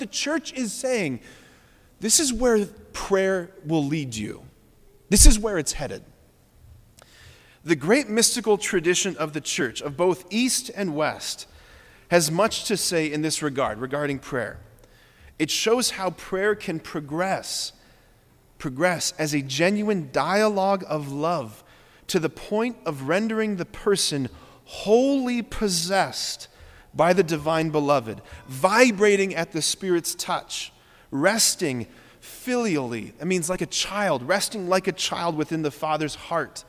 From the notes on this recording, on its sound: preached this homily on February 4, 2024 at Sacred Heart of Jesus Catholic Church in Wadsworth, OH